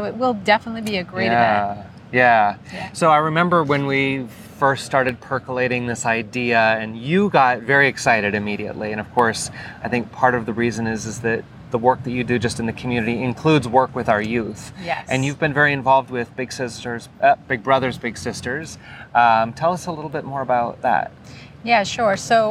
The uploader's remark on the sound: In a sit-down conversation at Anniversary Park in Downtown Hollywood for the upcoming My Hollywood Pride Festival.